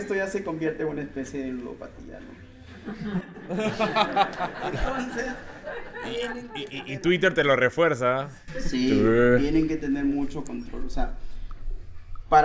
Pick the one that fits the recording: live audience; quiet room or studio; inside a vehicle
live audience